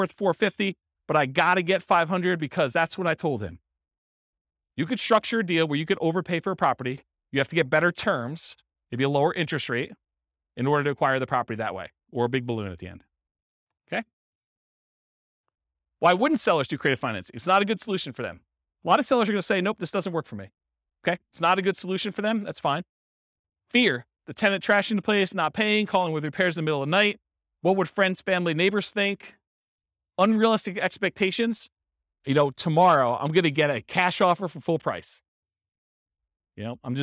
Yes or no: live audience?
yes